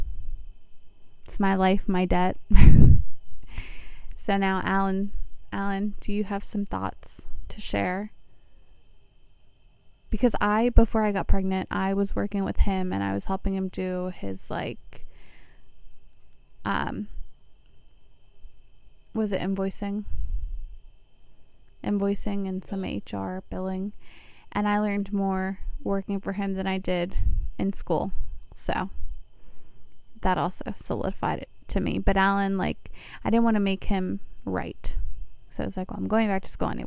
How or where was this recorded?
outdoors